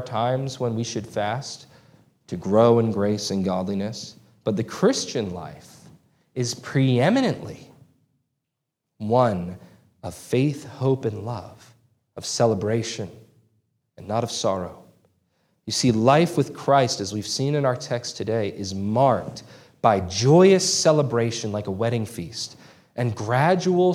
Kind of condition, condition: setting, large echoing room